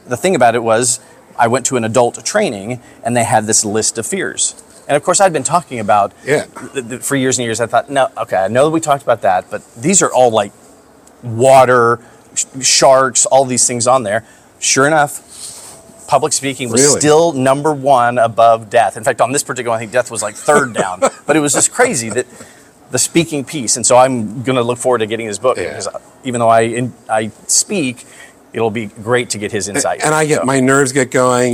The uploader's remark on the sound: we are on our final day at our 2023 BNI National Conference